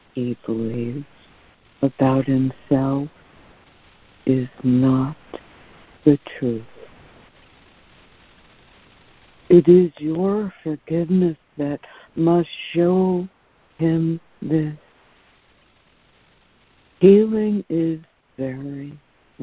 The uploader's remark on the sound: ACIM Daily Conference Call.